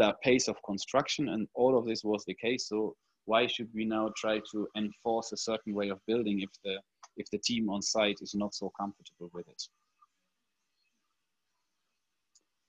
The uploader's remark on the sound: This audio recording is from a live webinar that was hosted on 18th June, 2020.